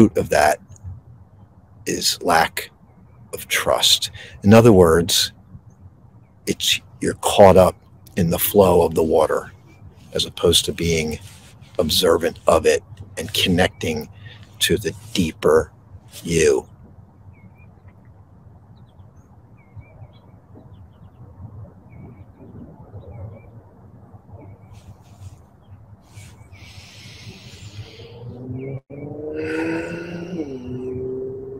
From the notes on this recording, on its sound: This Episode originally streamed live on location at Valley Forge National Park NJ. The audio from this podcast was taken directly from this live stream.